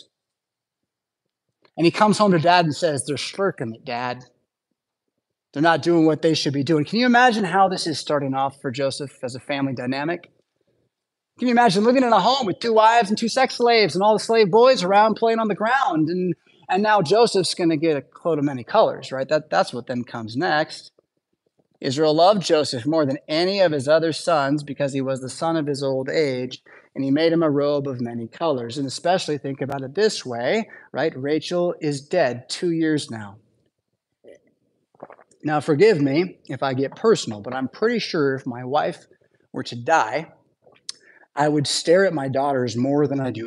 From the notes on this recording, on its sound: Preached at St Paul Lutheran Church , Rockford, Illinois on Sunday August 27th, 2023.